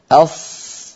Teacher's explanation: وجعلته يختلف في السمع. لما يقول الواحد أص كما يقول أس، فصوت الصاد لها صوت معين أص لأنها مفخمة مستعلية مطبقة · Term: حرف الصاد